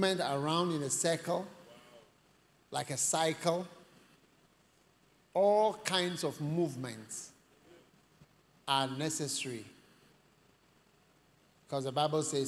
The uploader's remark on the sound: Preached at the First Love Experience Service.